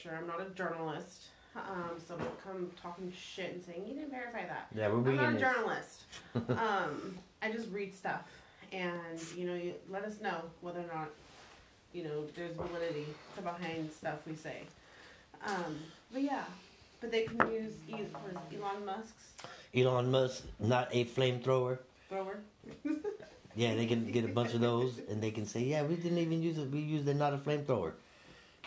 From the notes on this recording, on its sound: sorry about the technical difficulties